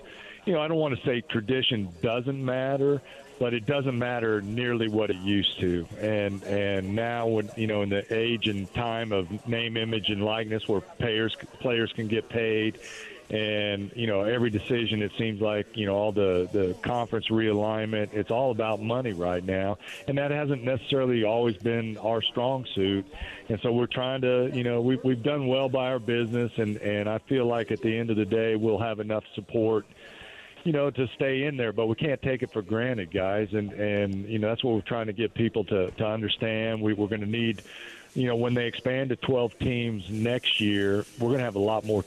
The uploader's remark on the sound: Texas Longhorns have invaded New Orleans for the Sugar Bowl. Broadcasting LIVE from Rouses on Tchoup.